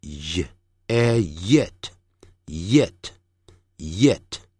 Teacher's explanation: 舌头中间的这个部位翘起，震动声带，用力发出像耶或爷爷的爷这样的发音 · Term: 浊辅音